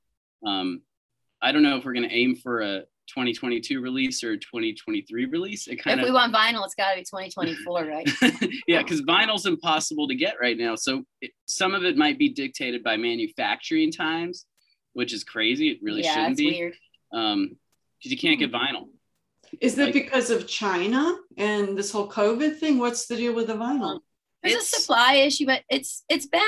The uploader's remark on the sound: Via Zoom. Via Zoom.